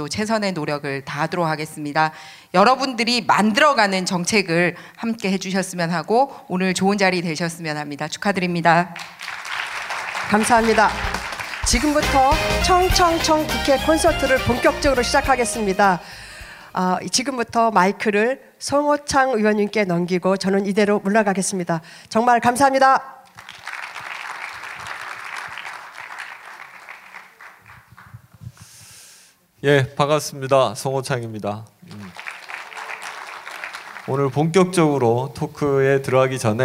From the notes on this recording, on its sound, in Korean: 2015년 1월 28일 국회에서 열린 토크콘서트, 그 현장을 공개한다.